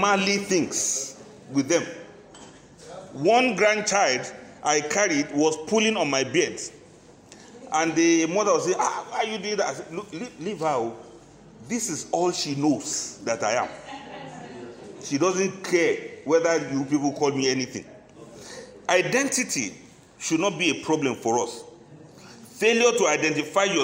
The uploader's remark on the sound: This lecture was presented at a workshop organized by the Abuja Enterprise Agency (AEA), Abuja on 8 February 2022. The workshop was organized as pre-retirement training for civil servants and senior citizens.